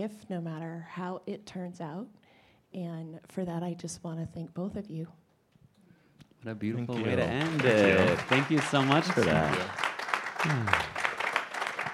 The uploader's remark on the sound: LIVE from the Vail Dance Festival